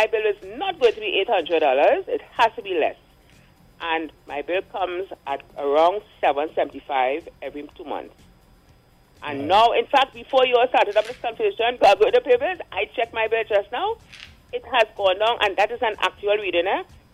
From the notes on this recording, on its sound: During this hour we take calls from our audience